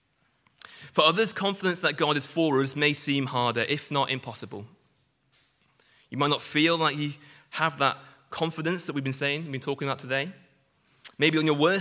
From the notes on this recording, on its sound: Sunday morning sermon preached